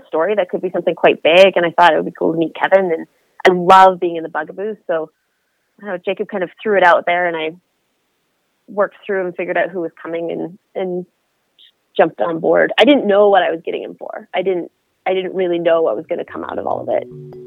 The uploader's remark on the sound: So got her on the phone